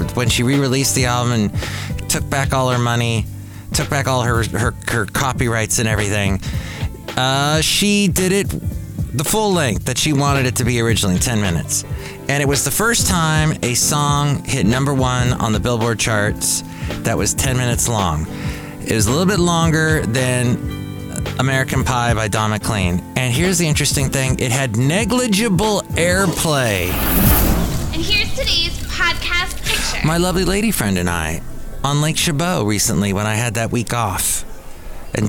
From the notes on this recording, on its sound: podcasts live from Café Anyway